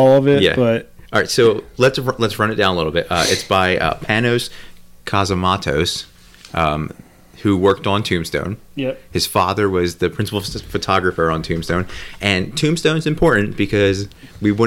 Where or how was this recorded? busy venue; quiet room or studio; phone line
quiet room or studio